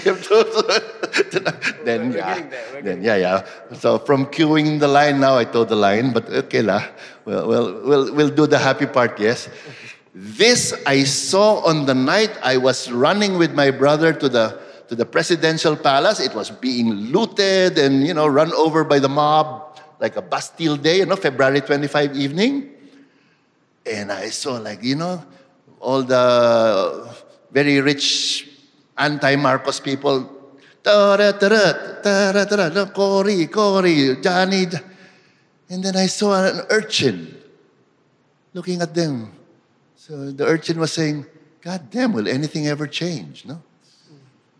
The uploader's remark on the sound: This conversation was recorded live. At National Gallery Singapore , as part of Art in Southeast Asia: In Transition.